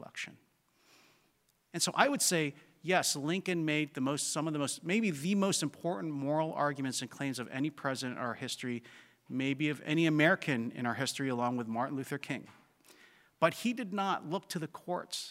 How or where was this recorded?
live audience